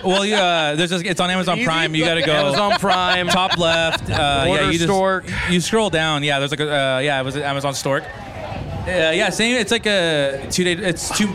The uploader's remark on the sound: We did a live podcast at the last Supermarket event held at the Tioga Sequoia block party in Merced.